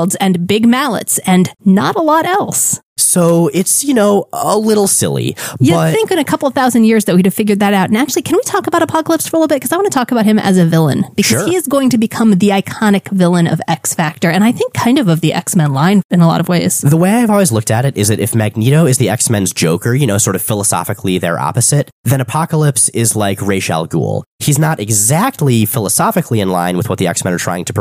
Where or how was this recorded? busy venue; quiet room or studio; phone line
quiet room or studio